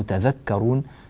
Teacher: أما نحن في رواية حفص فنقرأ تذكرون بتخفيف الذال، وأصل هذه الكلمة كما قلت لكم تتذكرون.